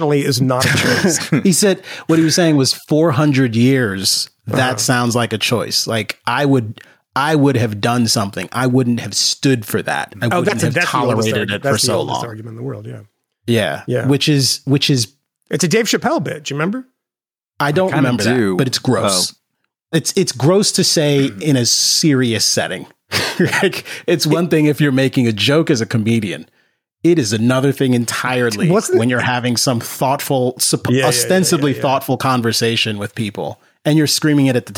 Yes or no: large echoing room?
no